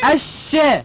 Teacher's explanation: همزة وصل تسقط وصلا نبدأ بها آ، نبدأ بها آ. لام شمسية، لام شمسية مدغمة في الشين المفتوحة